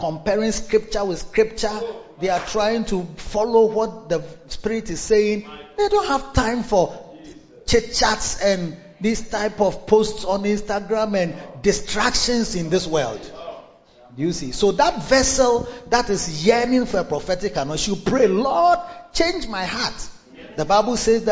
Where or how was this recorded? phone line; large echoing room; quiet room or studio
large echoing room